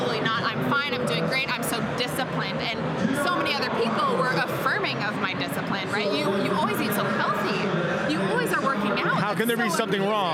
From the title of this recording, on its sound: Live From Strong New York